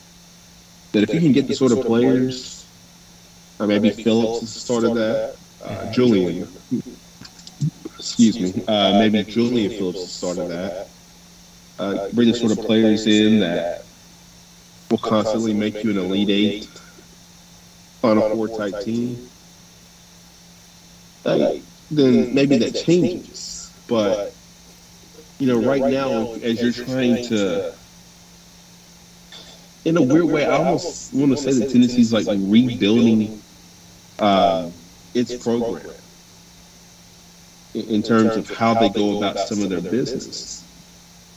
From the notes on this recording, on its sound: WE APOLOGIZE FOR THE MESSED UP AUDIO QUALITY. Apparently when recording, the software recorded from the incorrect audio source, which is why the audio sounds lower quality in this episode.